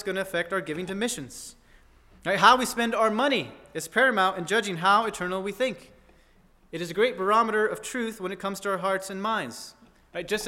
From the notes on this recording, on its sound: At First Baptist Church in Delphi, Indiana.